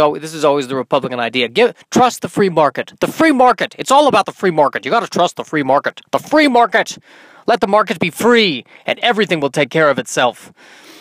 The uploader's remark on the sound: in my car on a Sunday afternoon